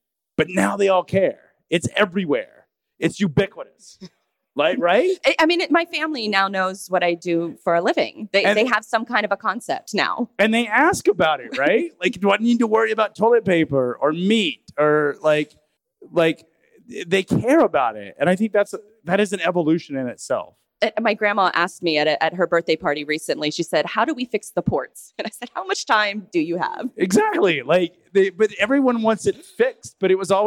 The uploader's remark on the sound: We were honored to host a live show on Day 2 of Freightwaves’ Future of Supply Chain conference located in Rogers, Arkansas.